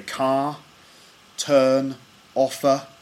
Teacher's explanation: Now, one of the big differences is the R sound, or the R sound. In standard Southern British English, the R or R is only pronounced before a vowel sound.